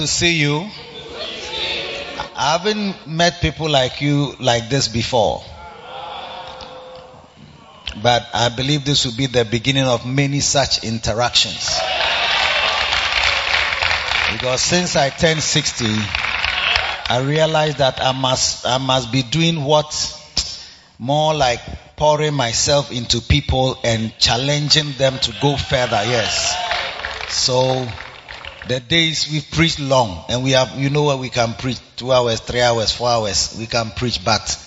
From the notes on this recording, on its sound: Preached at the Makarios Impartation Service - The Makarios Cathedral, HQ